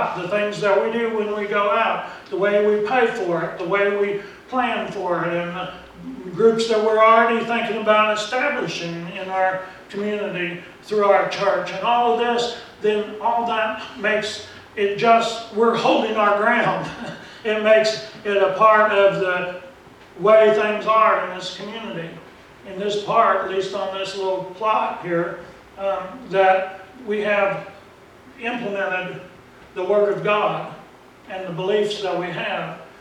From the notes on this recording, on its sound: Preached at Briensburg UMC on October 27, 2019